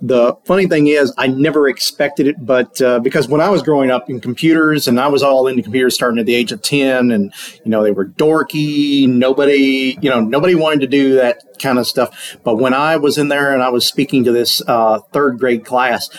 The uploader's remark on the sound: live at the PowerShell + DevOps Global Summit in Bellevue, WA